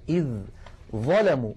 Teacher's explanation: الذال من طرف اللسان مع أطراف الثنايا العليا، إذ ظلموا، والظاء من المخرج نفسه والذال ساكنة، إذن التقى حرفان متجانسان والأول ساكن، فالعرب تدغم الحرف الأول في الثاني بمعنى تقلبه إلى جنس الثاني.